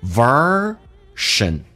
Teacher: Version 重度卷舌，在美式发音当中整个舌身往回卷